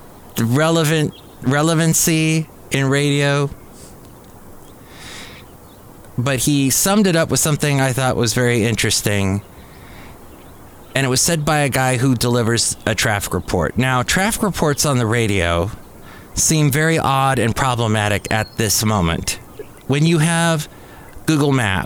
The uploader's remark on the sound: podcasts live from Cafe Anyway